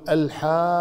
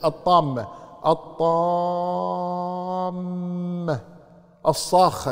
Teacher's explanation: النون مشددة فلازم هذه ست حركات وهذه ست حركات الحاقة تقول الحاقة ست حركات ليش بعدها حرف مشدد الطامة الطامة الصاخة نفس الشيء فهذه الأحرف المشددة إذا جاءت بعد · Term: مد كلمي مثقل